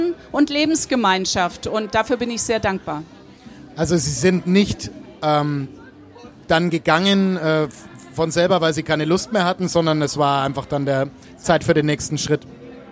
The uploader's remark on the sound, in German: spricht live am Nürnberger Kirchentag